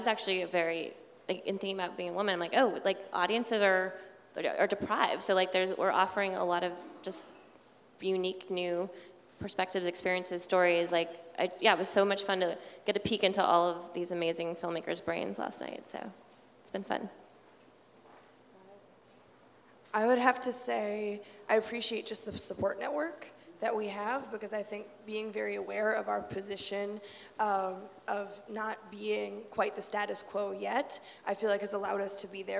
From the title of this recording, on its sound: New Hollywood Live at TIFF 2018